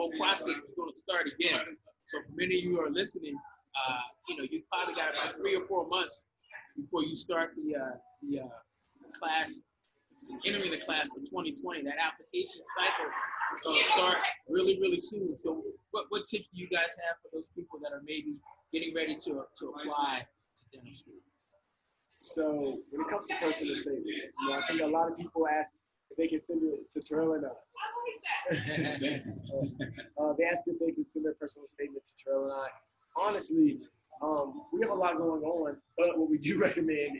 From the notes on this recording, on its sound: LIVE from Chicago at the 2019 ADEA GoDental Recruitment Event where over 60 Dental Schools gave talks and information to prospective applicants. Over 700 #PreDental students attended.